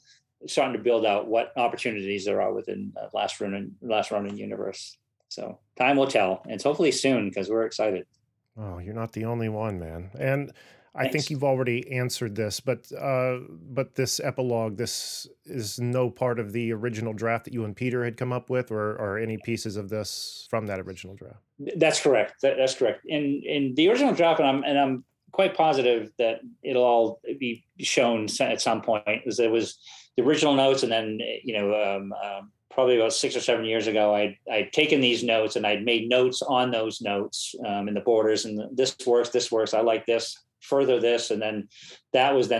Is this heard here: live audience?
no